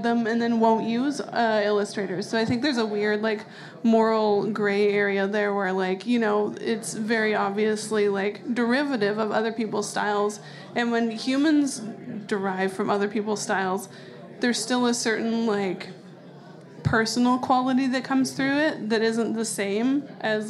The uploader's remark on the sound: CJSW was invited to record a panel organized by the BIG Winter Classic Festival. This standalone podcast episode features the recordings of that panel, featuring some bonus content from the organizers of the event adding in some context to the discussions.